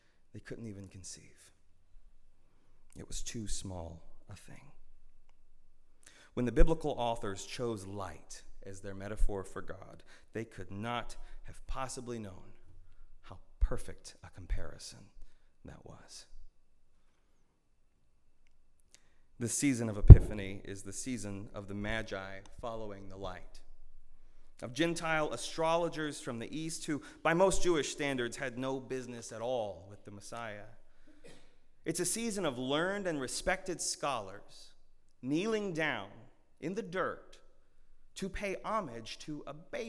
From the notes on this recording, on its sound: at Northminster Church on January 19, 2020.